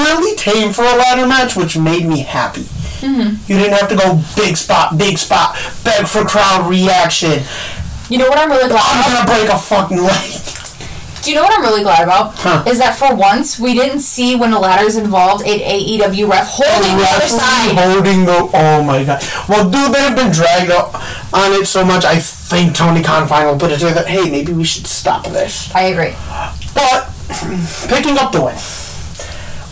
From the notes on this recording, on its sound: Headphone warning as we are still fixing the kinks